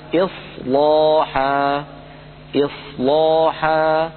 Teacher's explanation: هذه اللام فخمها ورش لأنها سبقت بصاد ساكنة